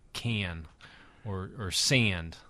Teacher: the raised A of the northern city's vowel shift, which you hear all the way from Rochester, New York, to Milwaukee.